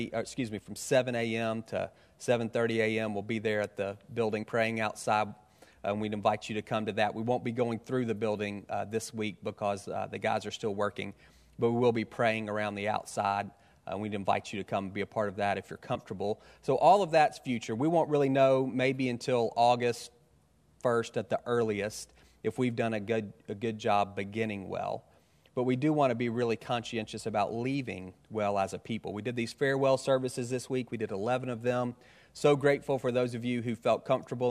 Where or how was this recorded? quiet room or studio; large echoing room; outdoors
large echoing room